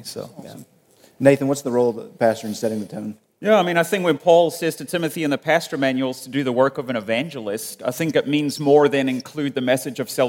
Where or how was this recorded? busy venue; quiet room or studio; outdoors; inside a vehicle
busy venue